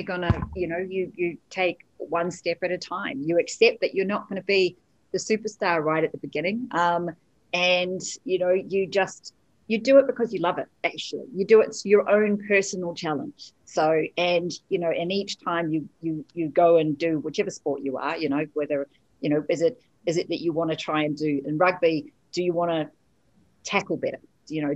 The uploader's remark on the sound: This special episode features a live panel discussion webinar recorded on 29th October 2020 in partnership with our title sponsor, Societe Generale.